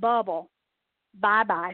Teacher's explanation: we call these bilabial sounds that you make with both of your lips. So bi means two and labial means lip.